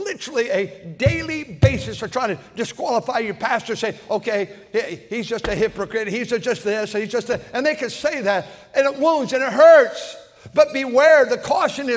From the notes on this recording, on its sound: At North Valley Baptist Church in Santa Clara, California, during the Sunday Morning service on February 25, 2024.